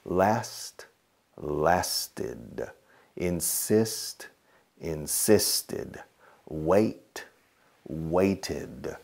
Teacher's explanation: Additional syllable. The sound is an ID or ED.